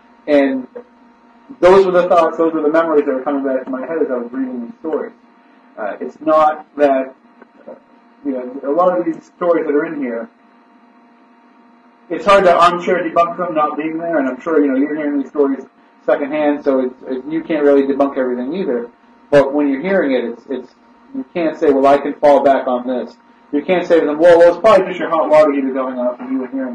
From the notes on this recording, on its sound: With the Red Sox booting us off the WBSM airwaves, we attempt to record a podcast-only show through our webcam audio. Some technical problems hampered the quality of the audio. We do apologize for the poor quality of the audio.